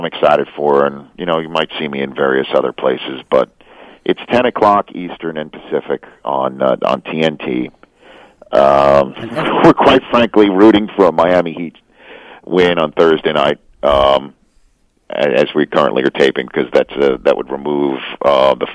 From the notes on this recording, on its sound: The guys then phone up